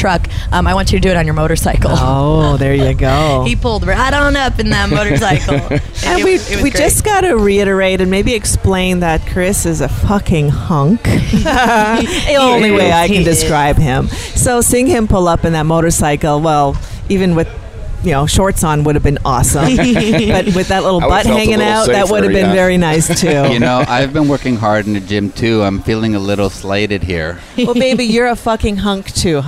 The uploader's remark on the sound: on location at Hedonism II Resort in Jamaica during Young Swingers Week